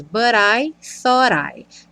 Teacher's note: Tanto o T do but quanto o T do thought ganharam rarara